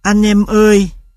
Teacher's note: Trong những âm tiết như anh em ơi, ta có phụ âm đầu âm tắc, thanh hầu.